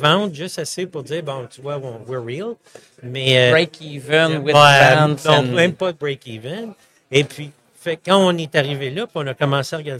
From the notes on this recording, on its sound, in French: En direct du Hardtech à Toronto